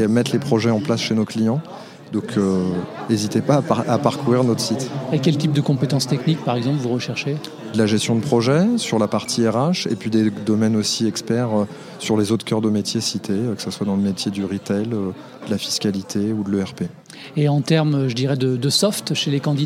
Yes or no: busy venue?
yes